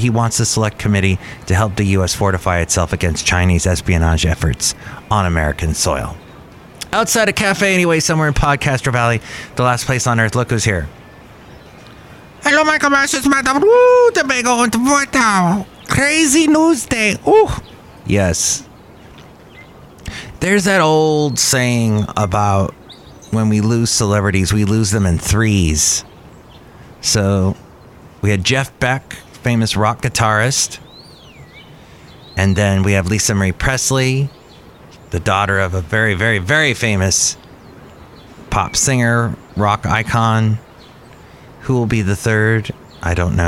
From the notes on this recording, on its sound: podcasts live from Cafe Anyway